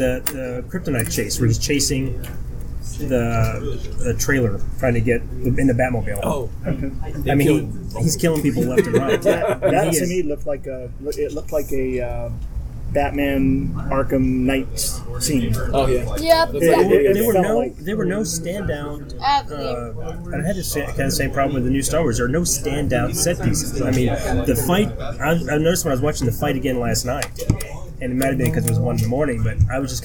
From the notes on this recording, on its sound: Our latest show was recorded at Area 51 comics and Games in Grapevine, TX.